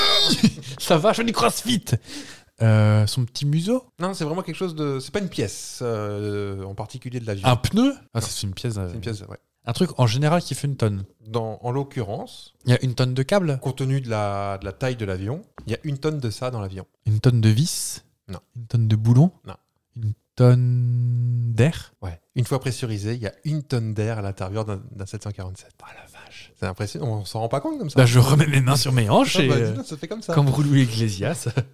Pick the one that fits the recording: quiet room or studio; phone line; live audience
quiet room or studio